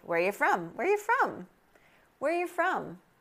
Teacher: Where are you gets reduced to where ya, but ya is a schwa